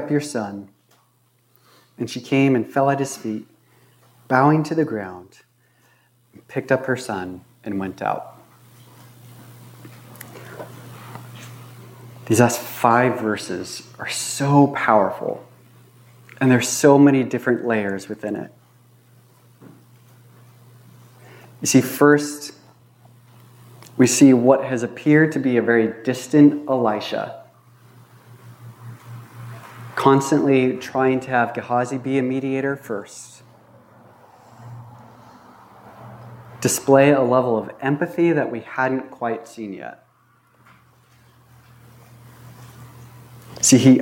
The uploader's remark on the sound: This was recorded on August 14, 2022 at Bethel Church in Ridgefield, Wa.